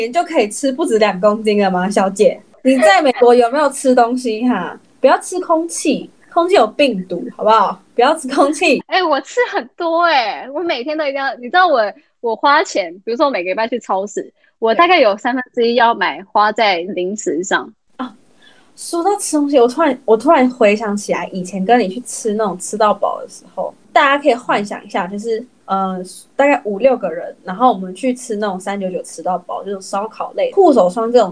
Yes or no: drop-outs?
yes